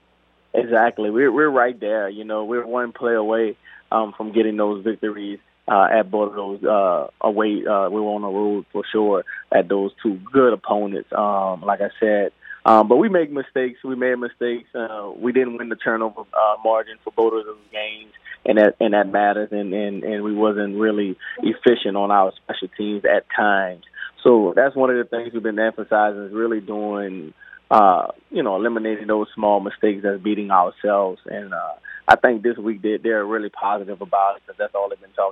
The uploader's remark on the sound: We then go to the phone lines